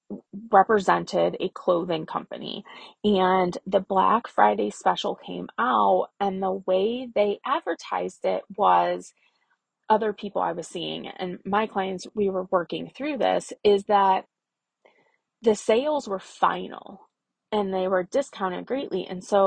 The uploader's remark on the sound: I tried to record this podcast 6 times and finally ended up recording it in my car, strapped for time.